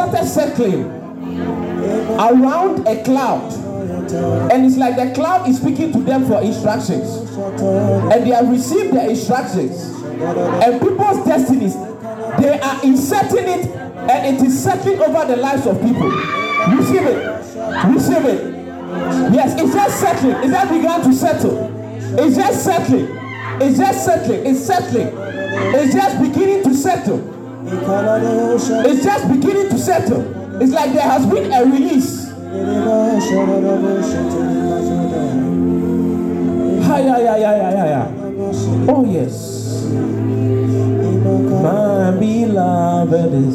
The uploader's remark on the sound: This message was preached at the March 2023 edition of the TOTS Service.